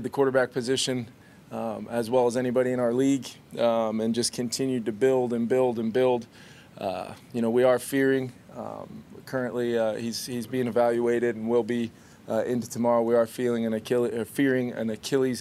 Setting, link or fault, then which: setting, busy venue